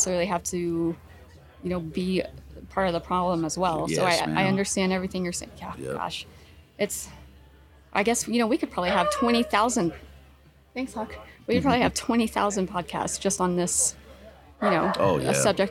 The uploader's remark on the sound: Live from Mountain Archery Fest